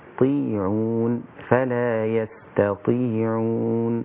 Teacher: لازم أبين همس السين ورقيقة والتاء رقيقة بعد كده الطاء. يستطيعون فلا يستطيعون، يبقى اللي بيسمع سمع كل حرف لوحده.